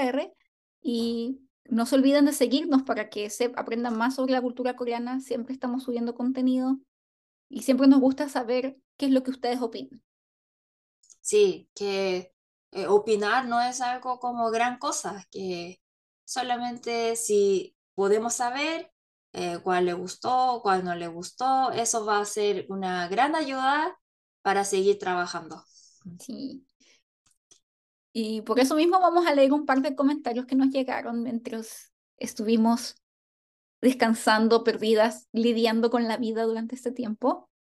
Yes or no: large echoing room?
no